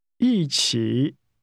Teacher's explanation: This is pronounced with falling and falling rising tones.